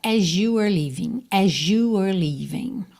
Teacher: Então, é uma possibilidade aqui de ligação. As you were leaving, pode soar as you, esse S com som de Z, ou até mesmo um som que é quase um J.